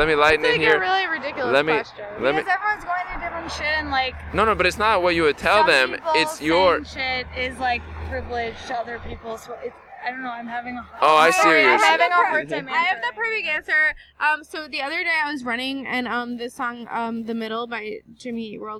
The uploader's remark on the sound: We recorded this one on a sidewalk of a street in Los Angeles. First recording on a public sidewalk with people walking.